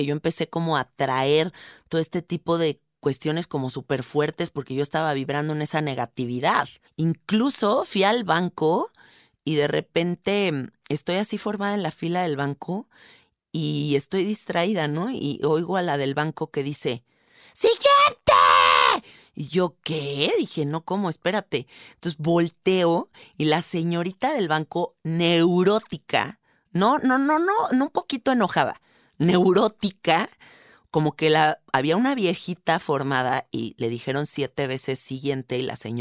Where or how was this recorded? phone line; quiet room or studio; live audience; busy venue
quiet room or studio